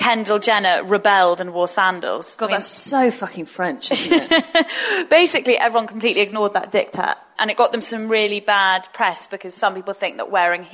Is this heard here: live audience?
yes